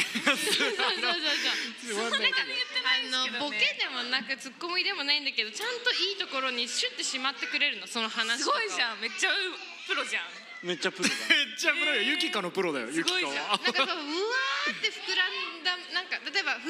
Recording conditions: live audience